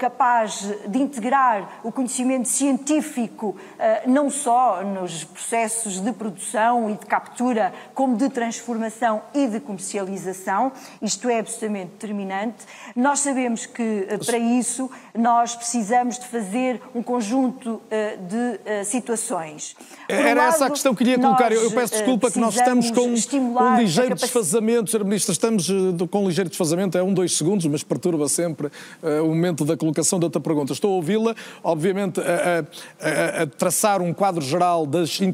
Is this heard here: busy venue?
yes